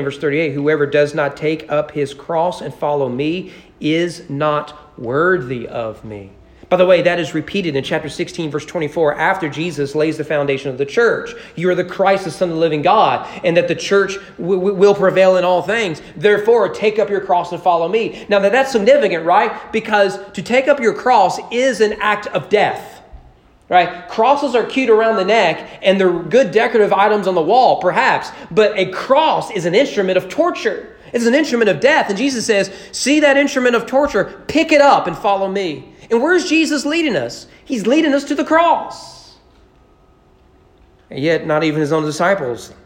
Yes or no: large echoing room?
yes